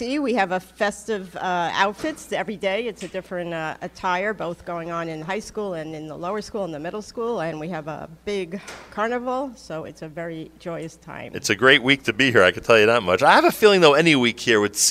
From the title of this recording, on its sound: Live from The Kushner Schools